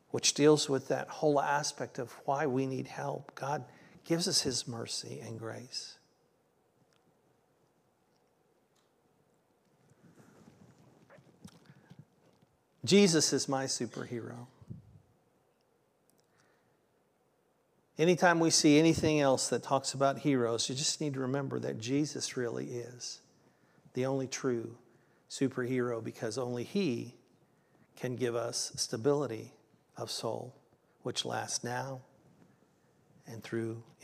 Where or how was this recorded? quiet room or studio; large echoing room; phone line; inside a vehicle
large echoing room